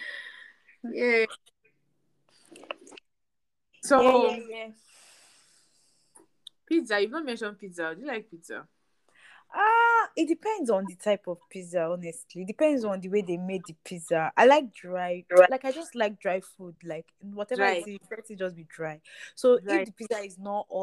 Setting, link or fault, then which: fault, drop-outs